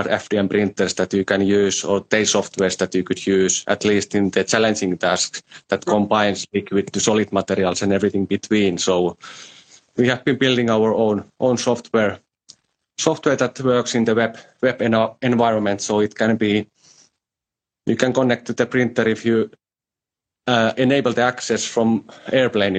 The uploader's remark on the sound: on Instagram Live